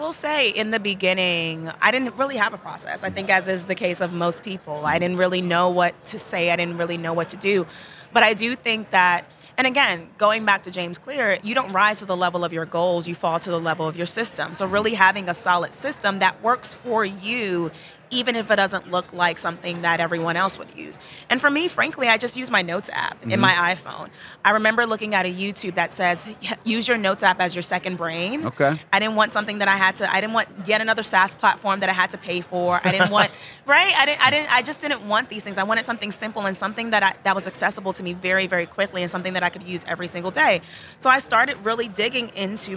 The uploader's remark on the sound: live from ABA Techshow